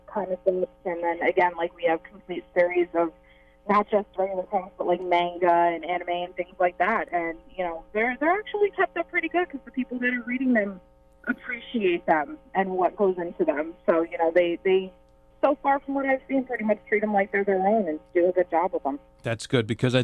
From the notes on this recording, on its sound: A telephone call